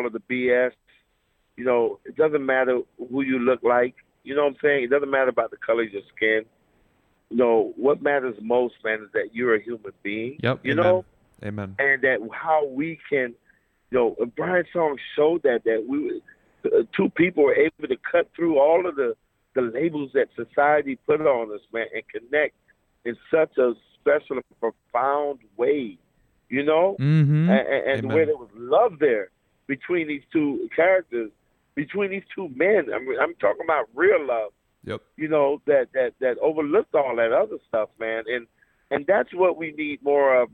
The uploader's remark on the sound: we spoke by phone